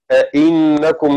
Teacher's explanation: بهمزتين، الأولى همزة الاستفهام المفتوحة، والثانية الهمزة الأصلية المكسورة